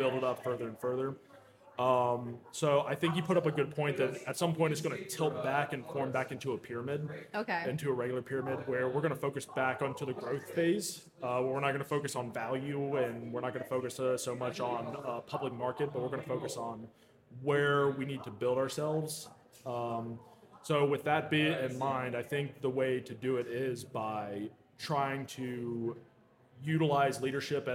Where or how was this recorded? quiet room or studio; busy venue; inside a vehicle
busy venue